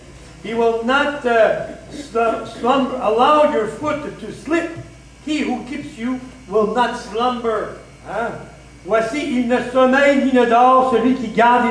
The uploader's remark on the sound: LIVE AT THE HUB